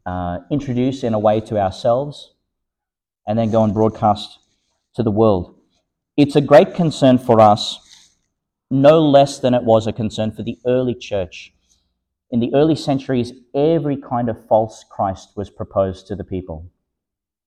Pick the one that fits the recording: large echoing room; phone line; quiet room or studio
large echoing room